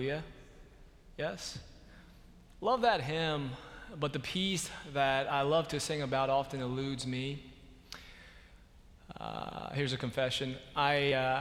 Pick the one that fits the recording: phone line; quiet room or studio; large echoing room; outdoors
large echoing room